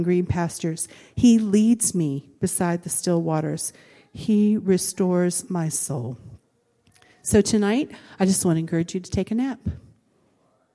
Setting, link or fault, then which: setting, large echoing room